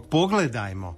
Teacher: Tu je svakako naglasak na prvom slogu. Ne može biti ništa drugo.